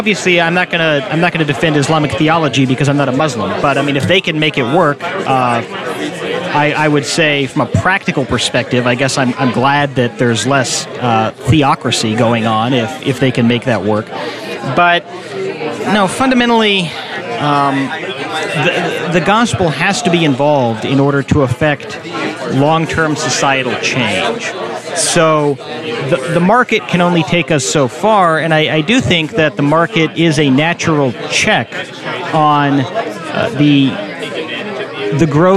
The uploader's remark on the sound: YALCON 2017 Breakout and Q&A. Attended the Young Americans for Liberty 2017 National Convention on behalf of LCI. This episode is our talk from the LCI breakout session, plus some additional Q&A recorded at the LCI booth.